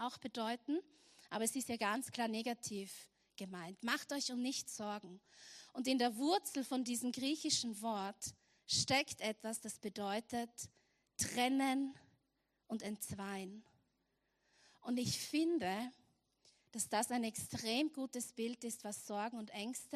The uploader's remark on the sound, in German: Erster vorweihnachtlicher Gottesdienst live aus der LIFE Church Wien.